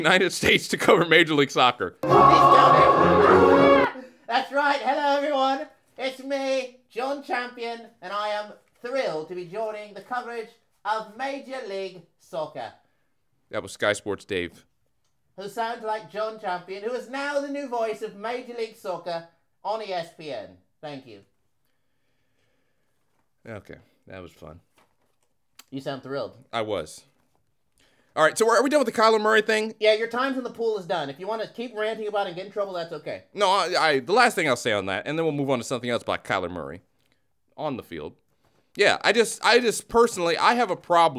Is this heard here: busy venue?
no